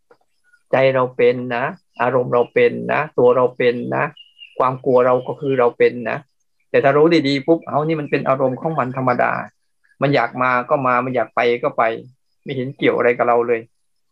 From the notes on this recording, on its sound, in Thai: คอร์สออนไลน์ (ผ่านโปรแกรม Zoom)